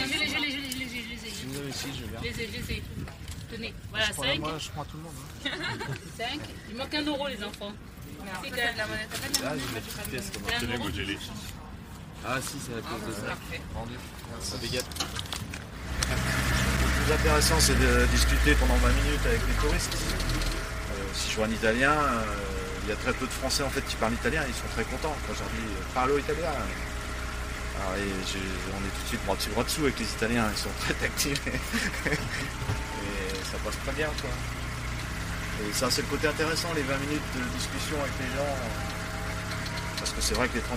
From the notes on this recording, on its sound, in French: Au volant du petit train touristique de Nantes. Chaque jour sur son circuit de quarante minutes, il entraîne depuis sa locomotive rouge et blanc les vacanciers du jour : de la place Saint-Pierre au site des anciens chantiers navals.